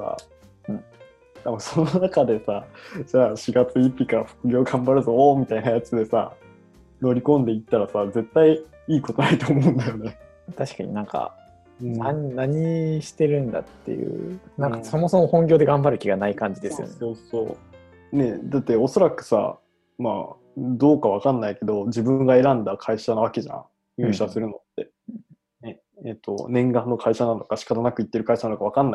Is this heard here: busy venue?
no